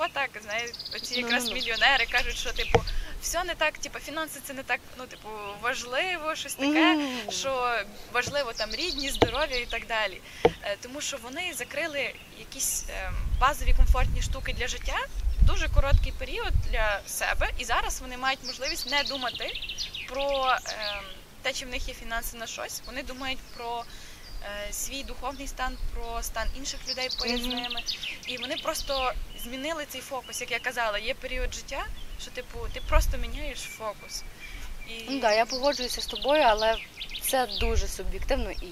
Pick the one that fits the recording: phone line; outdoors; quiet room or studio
outdoors